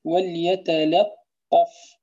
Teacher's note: اللام هذه التي تسبق الطاء لابد من الإتيان بها مرققة